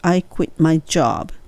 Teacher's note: quit の t はほぼほぼ落ちます